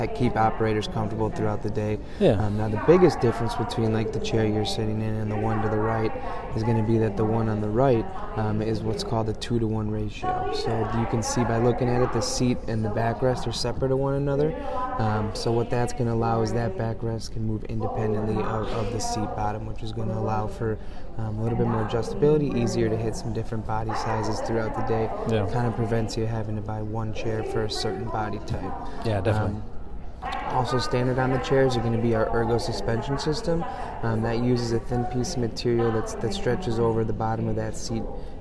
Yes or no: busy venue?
yes